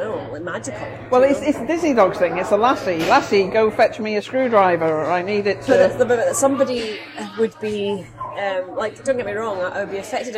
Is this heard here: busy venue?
yes